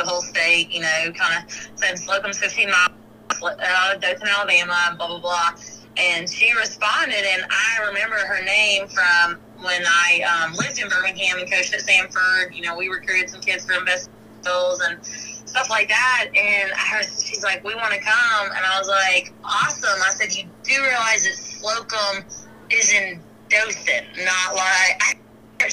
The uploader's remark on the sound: will join us by phone.